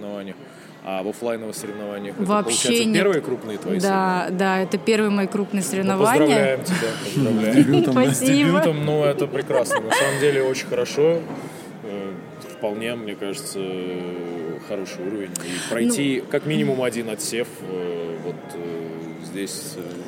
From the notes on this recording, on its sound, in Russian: В этом мини-выпуске, который мы записали во время Siberian Showdown 2021